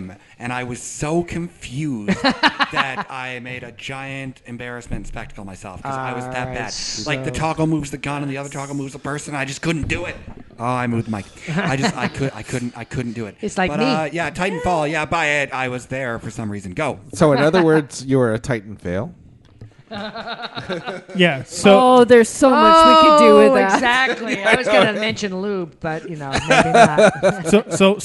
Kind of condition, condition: setting, live audience